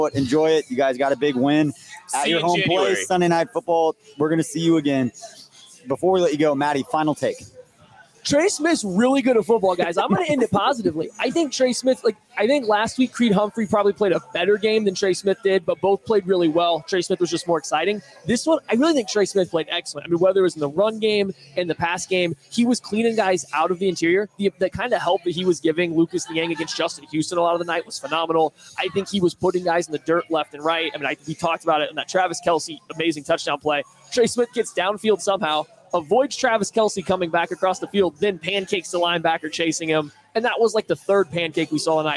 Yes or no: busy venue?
yes